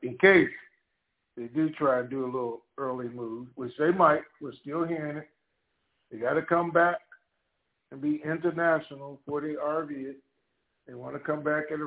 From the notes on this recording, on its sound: Conference Call